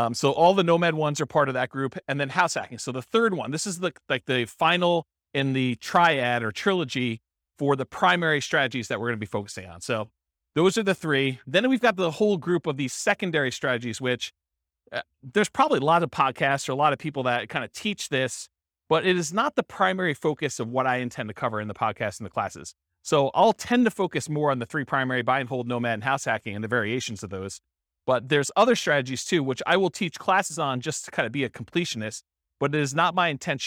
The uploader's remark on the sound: This was a live class recorded